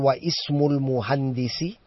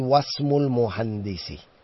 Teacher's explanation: If something is written before the word ismun, then we don't pronounce the hamza. · Shown in: second take · I don't say wa ismul muhandisi, I say wasmul muhandisi.